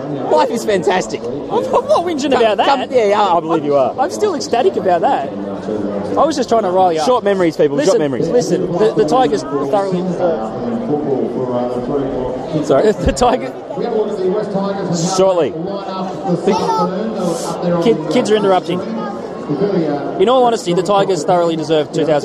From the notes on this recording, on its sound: 'live recorded' from the Sydney Cricket Ground for the Dragons-Tigers clash. We've got a few of the younger brigade with us taking in the SCG for the first time.